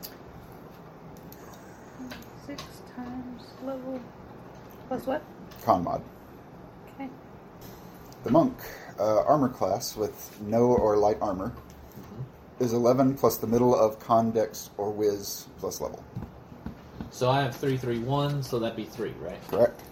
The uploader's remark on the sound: While apparently picking up every noise that is occurring in my house. This was recorded on a phone for reference purposes so there's not a lot of QA going on here and we weren't able to scrub all the background noises.